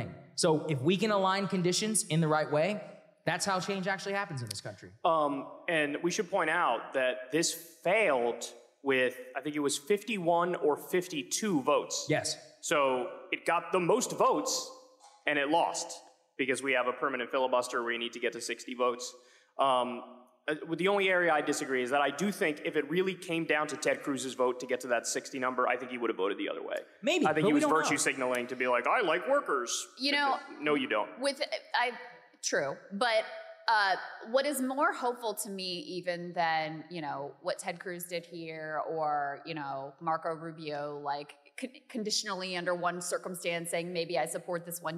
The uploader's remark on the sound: Highlights from our recent live show in Boston!